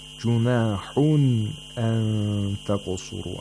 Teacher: Ilhar means that it means that the nun sakna is pronounced completely, fully, and clearly. · Term: ilhar of nun sakna